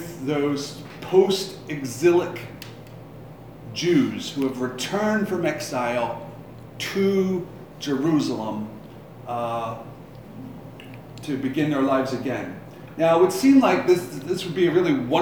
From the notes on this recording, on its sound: Live from Black Cloister Brewing Company.